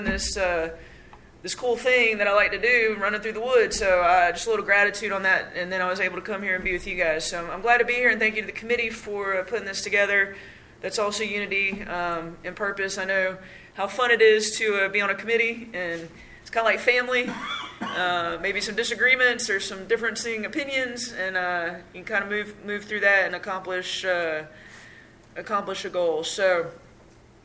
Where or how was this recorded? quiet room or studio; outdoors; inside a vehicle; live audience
live audience